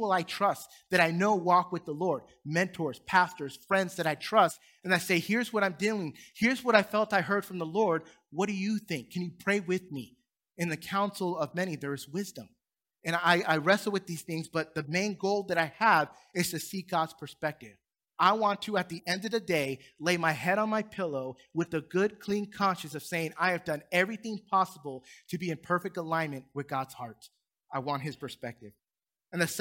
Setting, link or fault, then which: setting, large echoing room